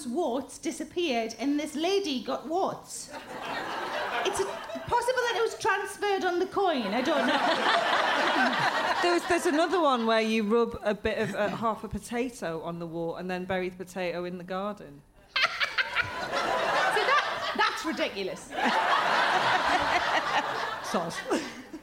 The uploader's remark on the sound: Recorded at the Leicester Square Theatre, London on June 27, 2017.